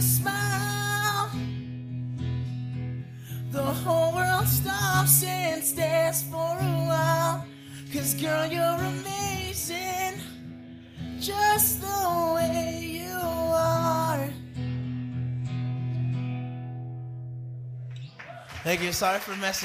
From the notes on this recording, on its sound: We are back at the Cherry Bean on Oldtown Salinas for another night of open mic. Once again random strangers show up to exhibit their talent during the monthly First Fridays Art Walk.